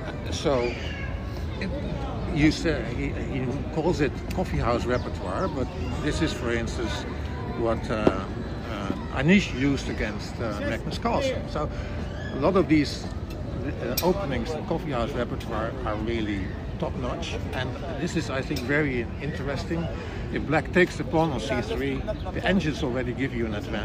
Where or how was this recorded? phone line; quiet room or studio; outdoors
outdoors